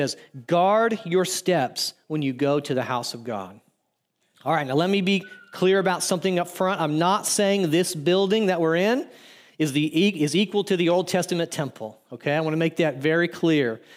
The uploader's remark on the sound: audio from New City Church in Champaign-Urbana, IL